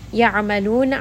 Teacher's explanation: ayn is going to be from the middle of the throat, and then it also has tawassut, so make sure that you kind of spread that sound around in the throat.